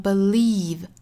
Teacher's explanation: us sometimes.后面 but I have to believe,这个 believe,我们今天拿出来讲一下。那这个词应该读 believe,后面是一个紧张音，我们昨天讲到长音 e 的发法，应该是左右嘴角裂开，齿间距几乎没有的 e, believe,它是一个紧音，所以口腔肌肉是紧张的，我们发成 believe.那有一组发音呢是很多同学不明白，然后也经常会混淆的，我们今天呢就单独来讲一下。那首先说 believe 这个音它是个紧音，所以说它是带长音符号的这个 e 的发音。还有一种呢就是大家见到过去掉这个长音符号的，也就是小写的 i 这个元音哈。我们说在 DJ 音标里面它的发音依然是读 e，只不过它的时长来说要比 e 要更短一些，只有这一个差别，其他的是完全一样的，只是没有长音符号，所以在发这个音的时候时长是更短一些的，我们发成 e。那刚才长音是 e，这个是 e，口型是完全一样的。一般来说这个音呢是会出现在单词尾部的，我们会发像 city，前面是短音的 ac，后